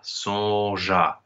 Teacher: But because it is followed by a vowel right afterwards, we don't do that here. So we elide this schwa and go straight from son to a · Term: elisions